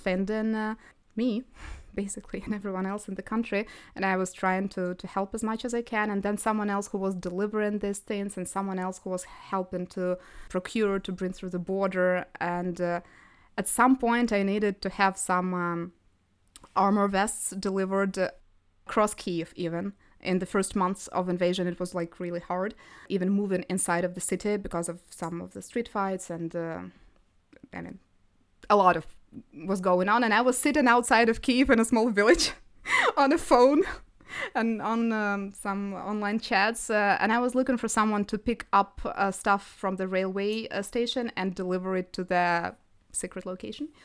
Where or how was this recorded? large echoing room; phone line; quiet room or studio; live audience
quiet room or studio